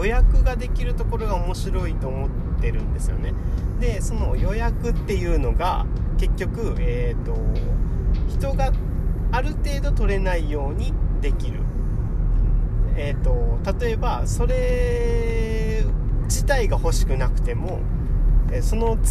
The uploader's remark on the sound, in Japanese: 雑音が酷いですが、さて今回の収録場所はどこでしょうか。